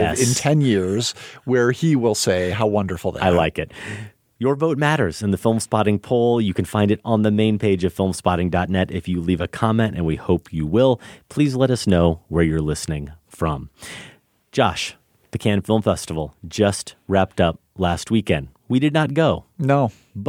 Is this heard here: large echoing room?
no